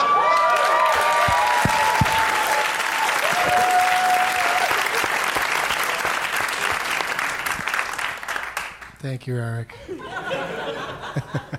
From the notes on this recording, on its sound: Live from Largo in LA